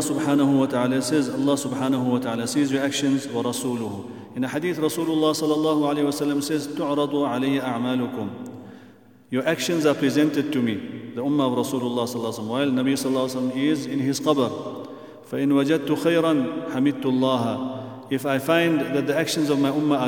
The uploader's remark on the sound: at the Houghton Masjid (West Street)